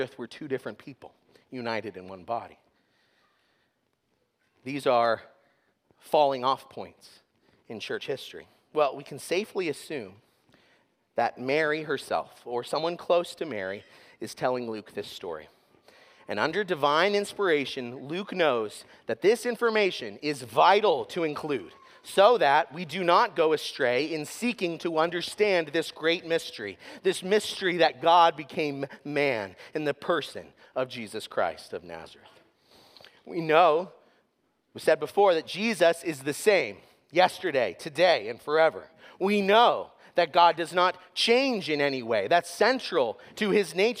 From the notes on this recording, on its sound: sermon was preached at Covenant Fellowship Church on December 31, 2023.